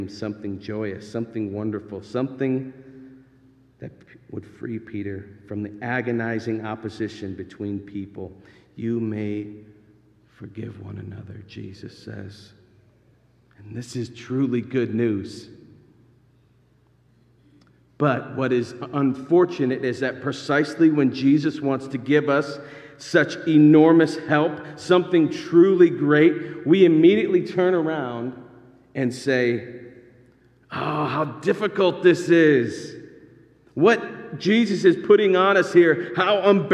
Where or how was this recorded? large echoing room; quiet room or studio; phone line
large echoing room